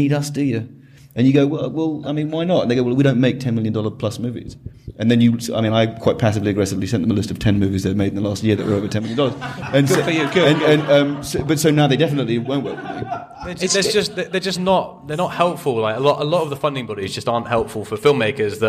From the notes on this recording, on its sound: Make Your Film LIVE Event. Answers questions from the audience.